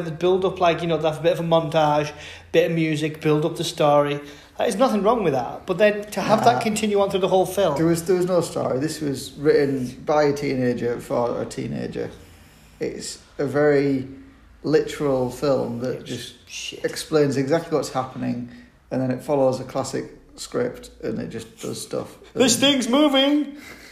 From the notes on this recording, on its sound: in an extremely echoey apartment